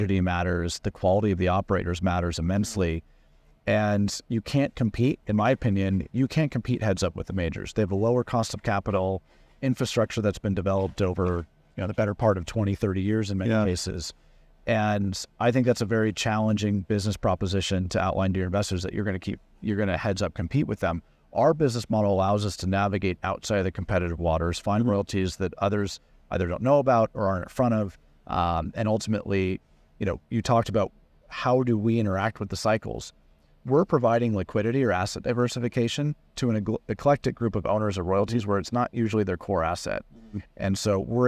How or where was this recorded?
busy venue